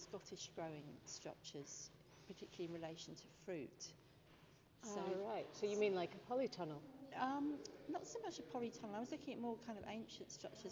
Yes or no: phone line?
no